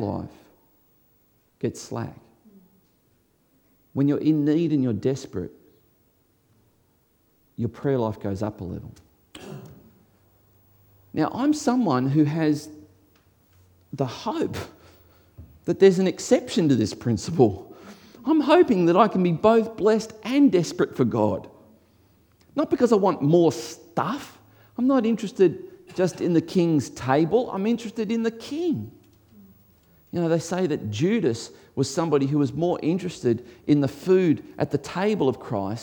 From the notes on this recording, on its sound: Before a live audience.